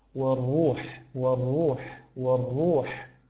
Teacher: إيضاح صفة البحة في حرف حاء